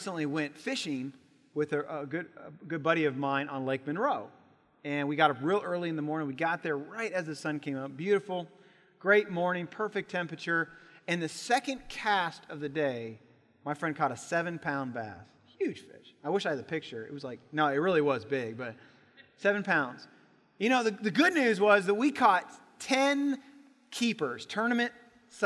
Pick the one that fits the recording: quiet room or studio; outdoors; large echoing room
large echoing room